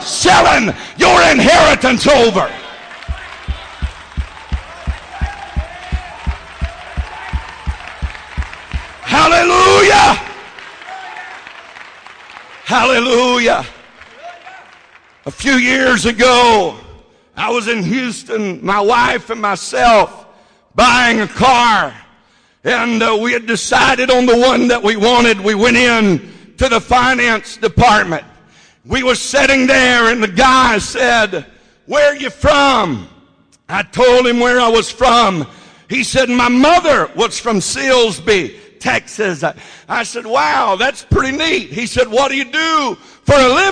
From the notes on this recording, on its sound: Baton Rouge Camp Meeting 2015